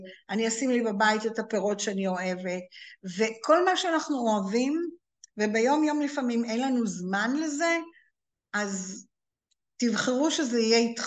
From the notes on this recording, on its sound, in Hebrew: הקלטה של הרצאת זום